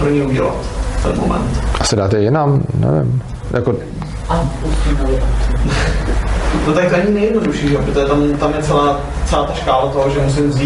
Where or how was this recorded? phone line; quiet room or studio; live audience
live audience